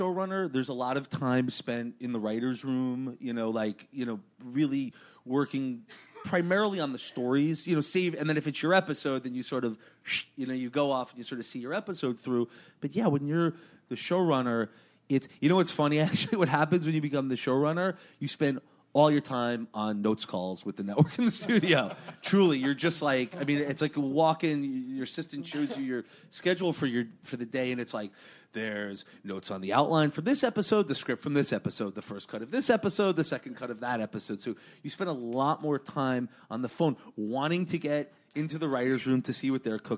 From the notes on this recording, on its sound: Recorded June 5, 2015 at ATX Television Festival.